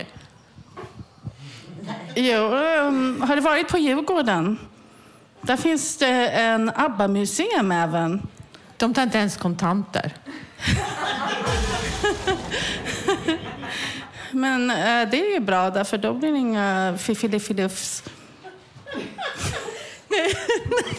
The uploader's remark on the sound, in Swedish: Lyssna på en inspelad föreläsning. Inspelningen av en workshop vi gjorde på Fountain House tidigare i våras där alla som ville kunde vara med och lära sig producera radio.